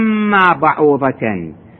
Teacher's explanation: نون هي تنوين وراها ميم اللي هي أحد حروف كلمة يرملون أيضا يصير إدغام